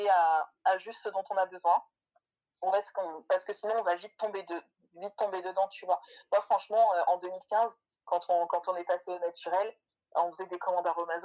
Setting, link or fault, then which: fault, poor sound quality